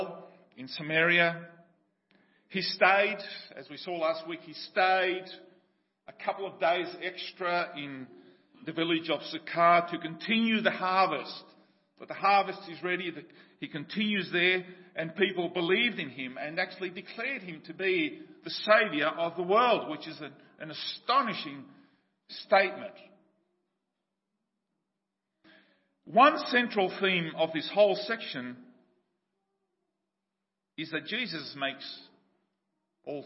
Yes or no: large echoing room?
yes